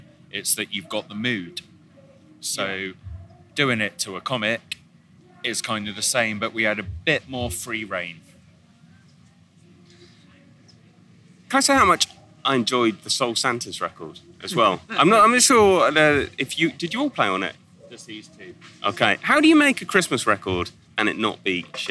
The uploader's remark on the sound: Recorded on a rickety bench on a Saturday afternoon in Los Angeles at Primavera LA.